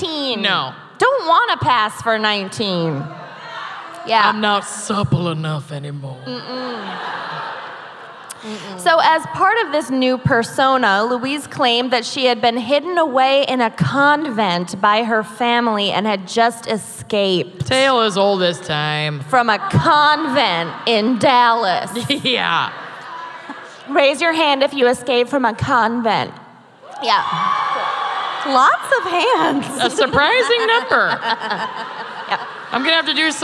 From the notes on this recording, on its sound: Live from Dallas. Dallas LIVE.